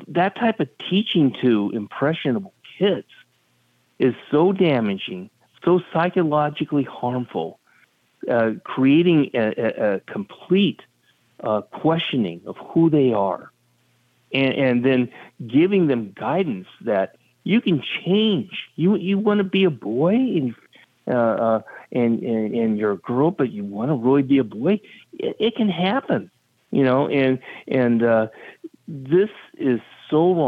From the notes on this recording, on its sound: we take your calls in open phones across America